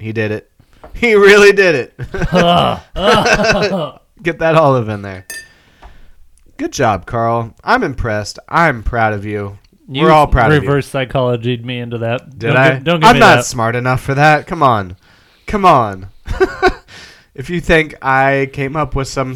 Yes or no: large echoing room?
no